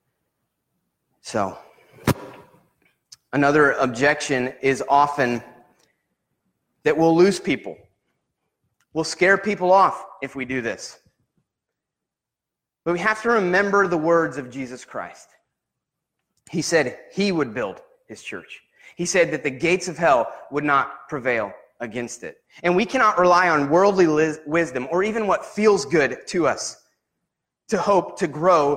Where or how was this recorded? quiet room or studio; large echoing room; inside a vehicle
large echoing room